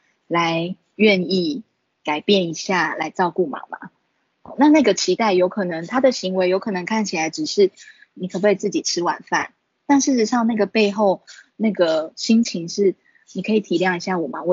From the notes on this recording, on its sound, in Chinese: 此為線上課程錄音檔！